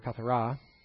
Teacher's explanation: Accent on the last syllable there, kathara.